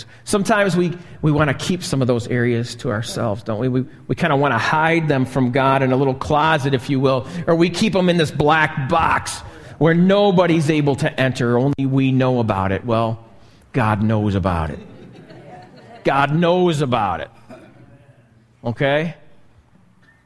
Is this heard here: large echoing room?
yes